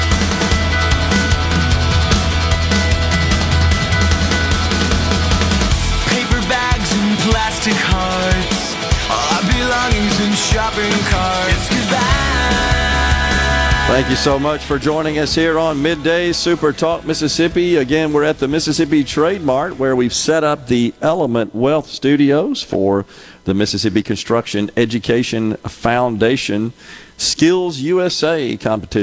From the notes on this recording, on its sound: MidDays is LIVE from the MS Trade Mart for the Mississippi Construction Education Foundation Skills USA State Championship.